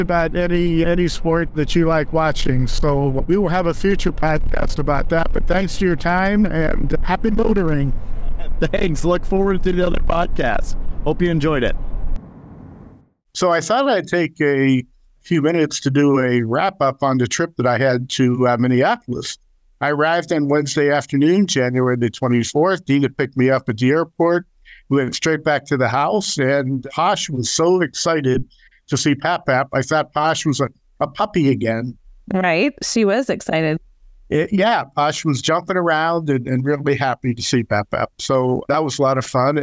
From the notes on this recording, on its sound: On a Jeep Trip. There might be a little road noise, but that's part of the adventure!